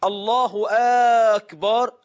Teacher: بعضهم يدخل ألف بعد باء أكبر فيقول الله أكبر، يا أخي الكبار ده جمع الكبر والكبر يعني الطبل، اتق الله، هذا خطأ.